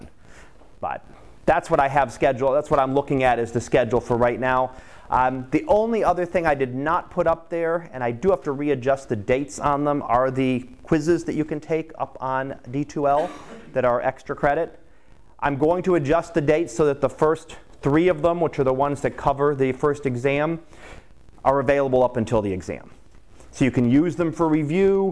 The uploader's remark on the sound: Live Class Lecture